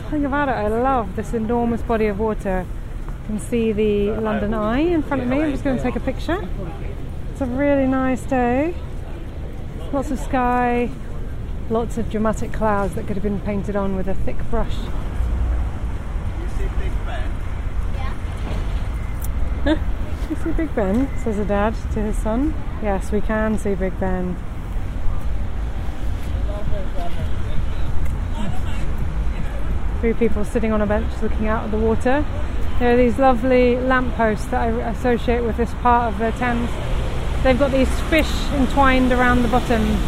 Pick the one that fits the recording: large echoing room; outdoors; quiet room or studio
outdoors